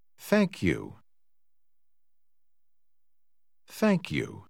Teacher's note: Você ouviu a letra K ao fim da palavra thank. Este som se junta com a letra Y ao princípio de you quando se fala rapidamente. Note como os sons se juntam.